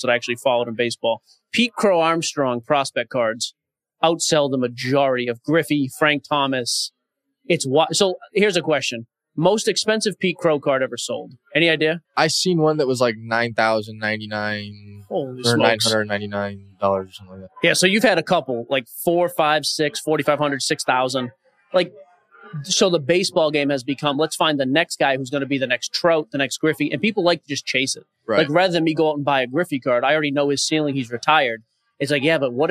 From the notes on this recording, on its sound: Live From Seattle. For this pod they’re live from Flatstick Pub!